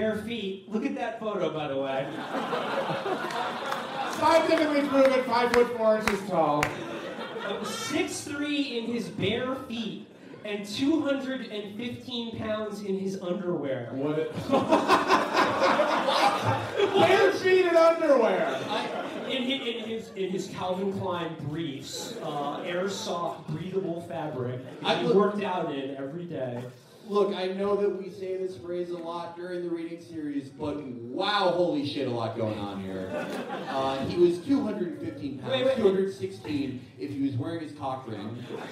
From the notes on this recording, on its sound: Chapo News Network Election Night Live Show. Four hundred of our fellow citizens gathered at Genius HQ.